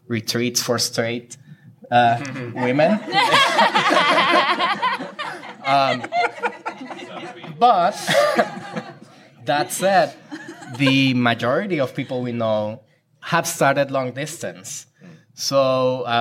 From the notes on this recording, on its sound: Recorded live from the Brian M. Eckstien Podcast Stage at Q Christian Fellowship's national conference in Chicago, Illinois. This episode was recorded live on January 12, 2019 at the Hyatt Regency in Chicago, Illinois.